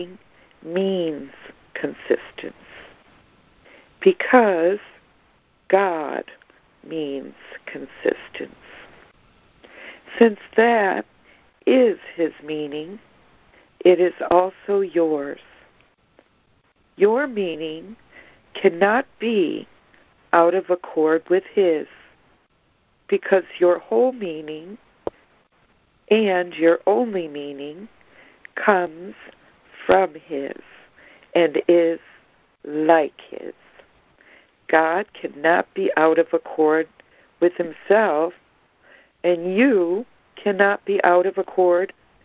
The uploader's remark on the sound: ACIM Daily Conference Call